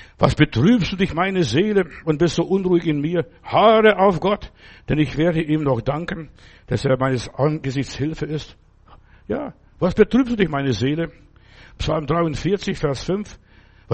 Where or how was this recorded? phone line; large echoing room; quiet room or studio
large echoing room